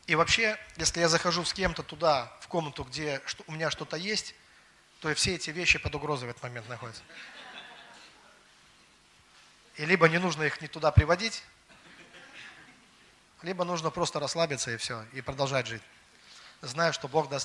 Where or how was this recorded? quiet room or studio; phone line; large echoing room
large echoing room